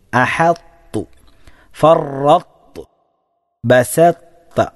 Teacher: തോഇൻ്റെ ആ ഇസ്തിഅല ഉയർത്തു, നാവ് ഉയർത്തിക്കൊണ്ട് എന്നാൽ പിന്നെ തായിലേക്ക് പൂർണ്ണമായും അതിനെ ഉച്ചരിക്കുന്ന അവസ്ഥയാണ് അവിടെയും ഉള്ളത്.